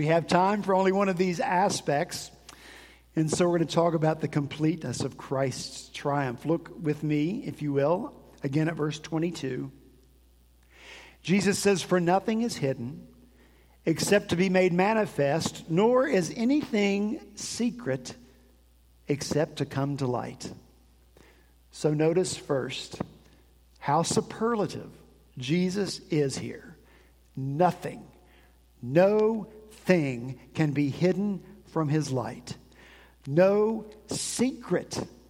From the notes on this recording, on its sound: At Redeemer Presbyterian Church in Charleston, SC